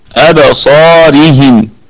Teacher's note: والراء مرققة لأنها مكسورة